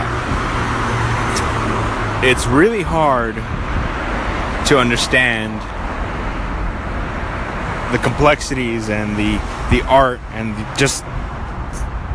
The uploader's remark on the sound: Got a little scared recording this by the train station as there were cops running around.